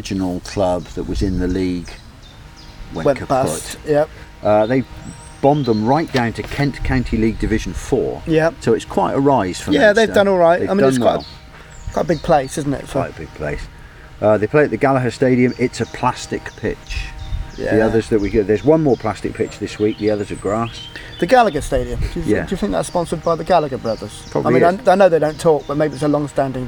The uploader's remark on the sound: Sitting outside in the sunshine in Babbacombe while the birds sing their songs around them. With added birdies, of course.